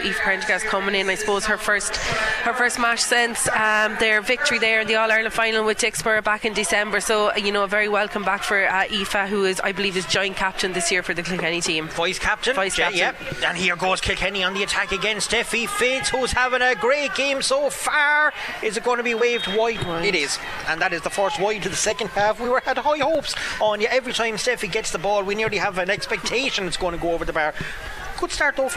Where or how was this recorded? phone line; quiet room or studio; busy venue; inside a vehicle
busy venue